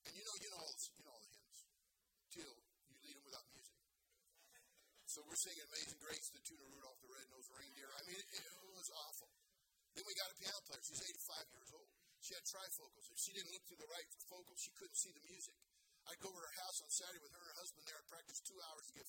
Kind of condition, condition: setting, large echoing room